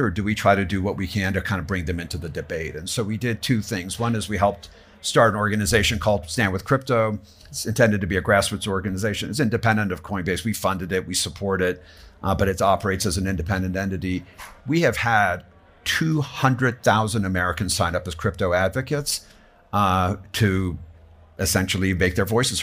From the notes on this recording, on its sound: A live recording at The Hub by Casper Labs during the WEF's Annual Meeting at Davos 2024. They engage in a live podcast session.